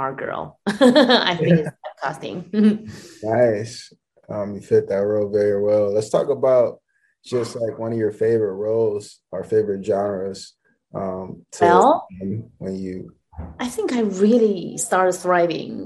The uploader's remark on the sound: full zoom interview